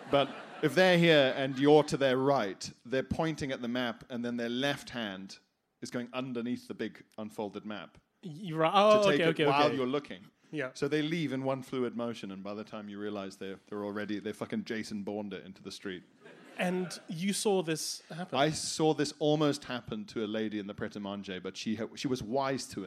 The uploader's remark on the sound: BudPod Live at the Leicester Square Theatre!